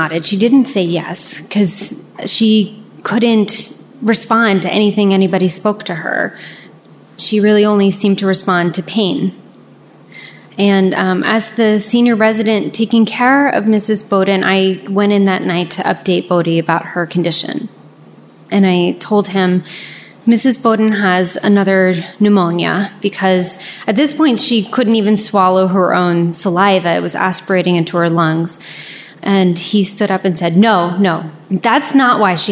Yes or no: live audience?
yes